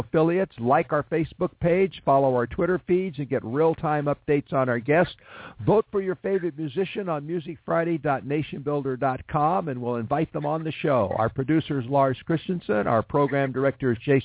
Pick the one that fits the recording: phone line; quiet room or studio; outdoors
phone line